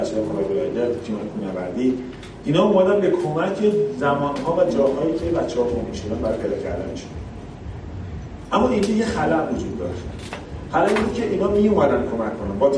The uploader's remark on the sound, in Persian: پادکست کارگاه بقا در طبیعت سومین جشنواره بینالمللی کامکس. رادیو آهنگ سفر در طول این نمایشگاه حضور فعالی داشت و در طی این نمایشگاه پادکستهایی را ضبط کرد.